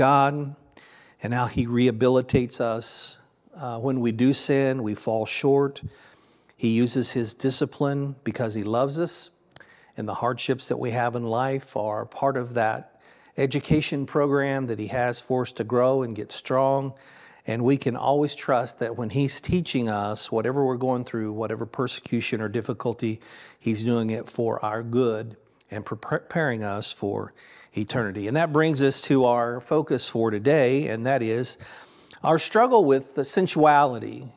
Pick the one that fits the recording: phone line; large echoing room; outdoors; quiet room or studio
large echoing room